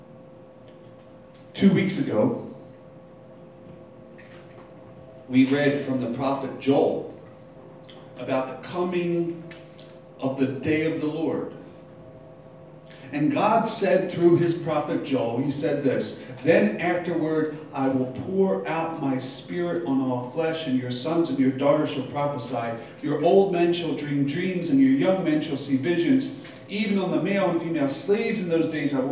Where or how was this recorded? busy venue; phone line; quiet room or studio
busy venue